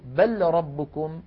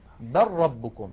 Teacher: نحول اللام إلى راء وندغم الراء في الراء · Shown in: second take